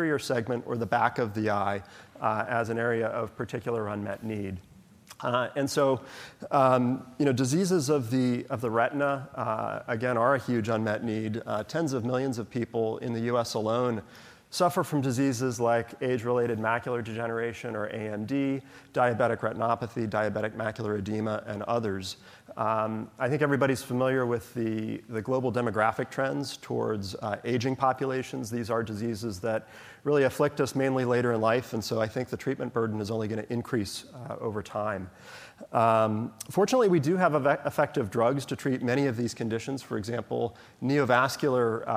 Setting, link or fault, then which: setting, busy venue